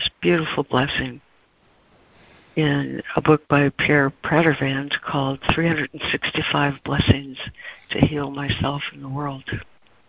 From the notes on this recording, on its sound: ACIM Daily Conference Call.